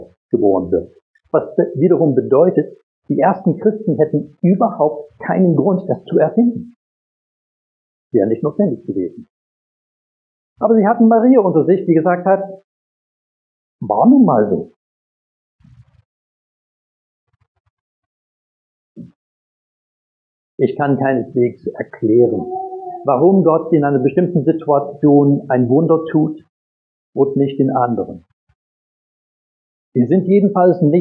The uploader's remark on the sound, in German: Predigt aus dem Gottesdienst vom 24.